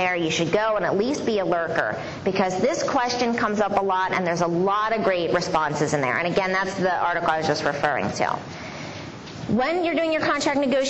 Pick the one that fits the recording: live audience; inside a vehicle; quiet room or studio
live audience